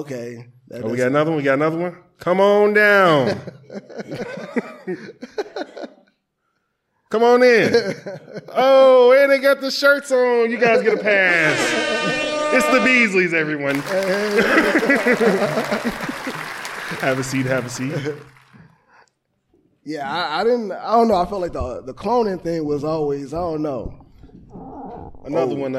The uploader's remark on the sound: With A Live Audience